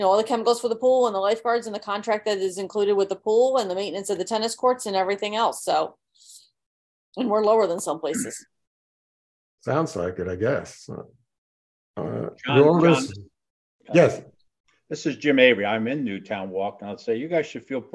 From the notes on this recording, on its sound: Participants in the 22 May 2023 Meet Mack Monday Zoom meeting